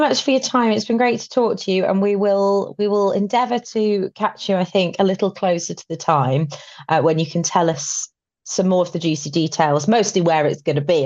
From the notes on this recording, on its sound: a remote recording